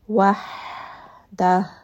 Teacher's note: ha is one letter of hams, and this means that there is going to be a lot of air as you say this letter. This is going to be coming from the throat.